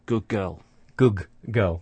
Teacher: The sound at the end of the first word is becoming like the sound at the beginning of the second word. So, the d sound at the end of good is becoming like the g sound at the start of girl · Term: assimilation